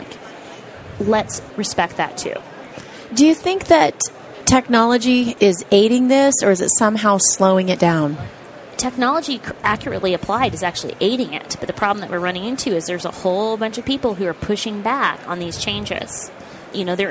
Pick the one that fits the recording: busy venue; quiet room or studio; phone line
busy venue